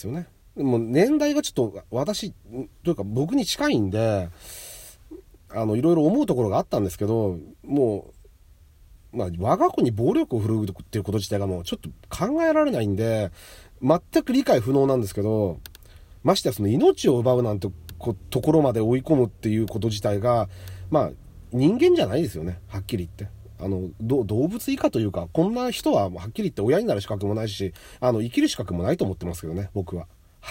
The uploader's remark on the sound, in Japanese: 初めての外、初めての車内で収録しています。